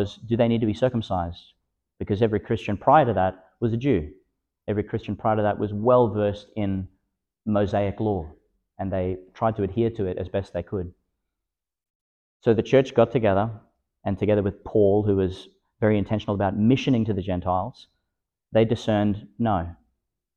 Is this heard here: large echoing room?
yes